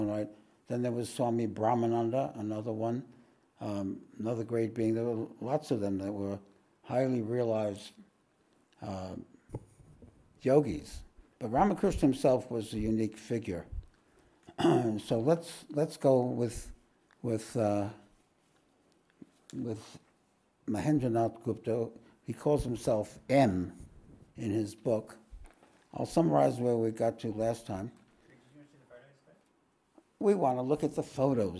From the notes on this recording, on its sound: This podcast was recorded live at The Ashram in Mount Eliza on the 25th of March, 2023.